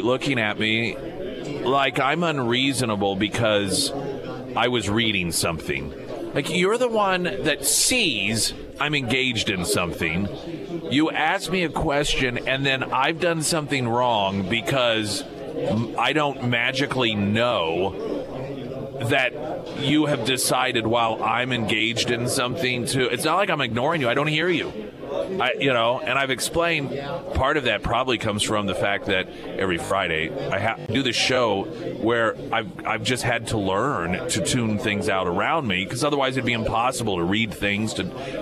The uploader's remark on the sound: live at Scramblers Diner